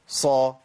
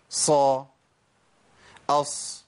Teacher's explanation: سامعين صوت الصفير والهمس